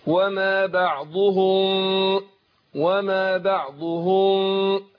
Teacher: يعني الميم الساكنه لما يجي بعدها الباء بنخفي الميم عند الباء · Term: اخفاء